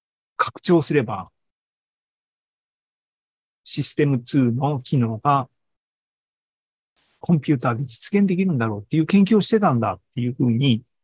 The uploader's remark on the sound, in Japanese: シーズン４４は２０２３年８月２６日に開催した ZOOMライブの模様です。